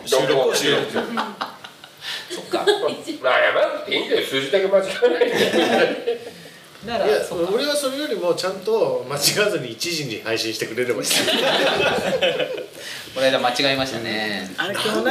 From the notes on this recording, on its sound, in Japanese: 湯治場ラジオリスナーのみなさんをお迎えしての公開収録です。